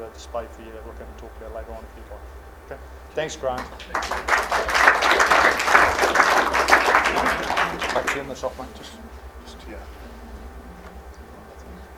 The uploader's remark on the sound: A recording of the speakers at a special evening hosted by the Cambridge Historical Society